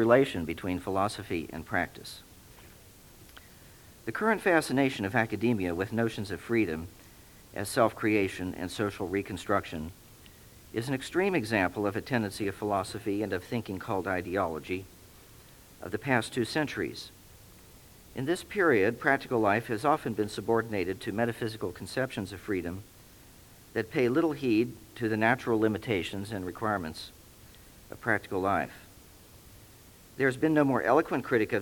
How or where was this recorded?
large echoing room